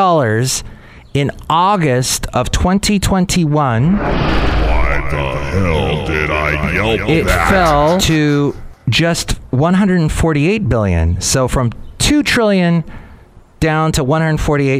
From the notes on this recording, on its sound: podcasts live from Café Anyway